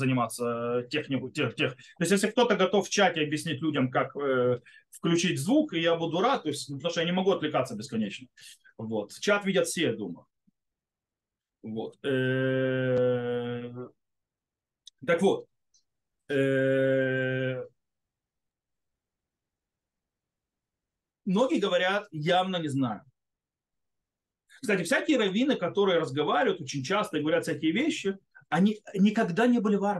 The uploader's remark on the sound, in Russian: Запись зум-встречи. Запись немного сумбурная, так как больше должны быть беседа, а не урок.